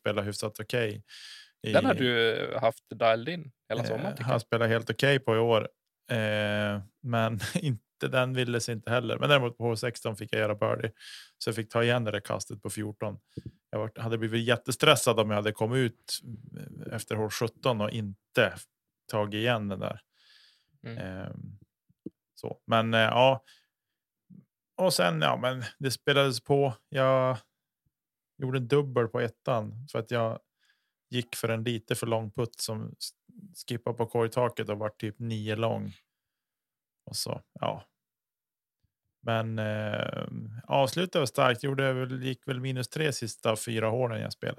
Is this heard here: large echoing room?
no